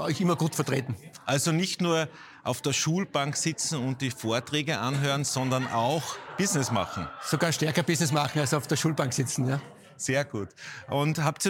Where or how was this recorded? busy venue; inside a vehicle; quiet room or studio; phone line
busy venue